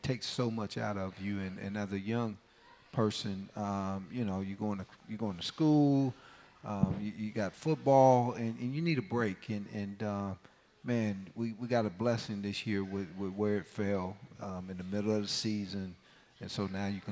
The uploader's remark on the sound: Live from the County Seat in Downtown Lillington, it's Camel Call Live.